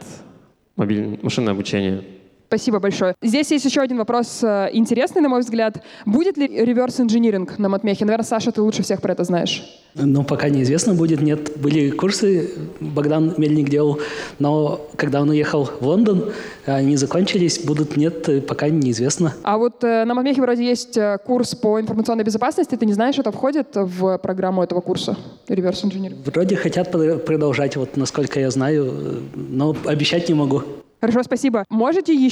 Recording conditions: live audience